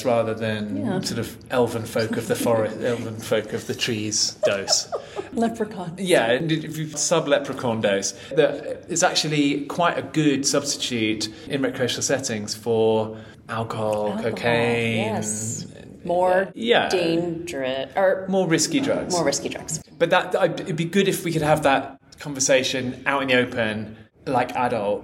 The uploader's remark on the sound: Recorded at MAPS Psychedelic Conference